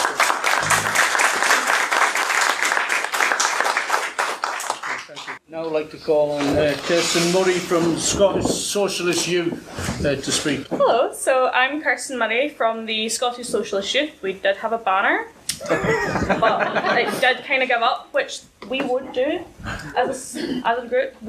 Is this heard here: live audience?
yes